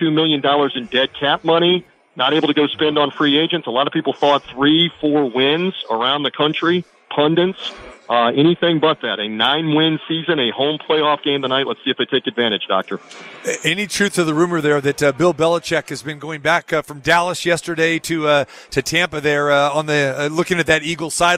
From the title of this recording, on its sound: Live From the Super Book at Westgate Las Vegas